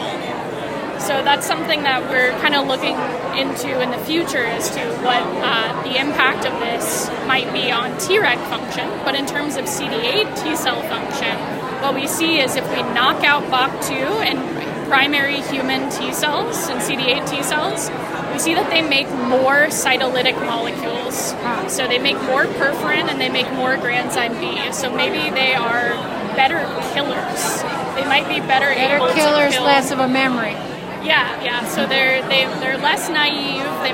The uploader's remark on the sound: recorded during Day 3 of the nPOD 2024 scientific meeting poster session